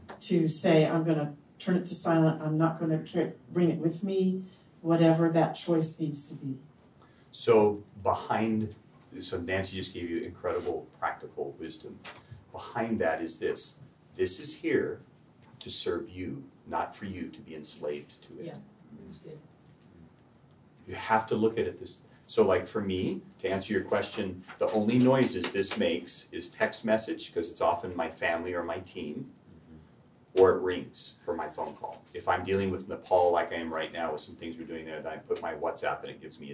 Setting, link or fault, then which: setting, busy venue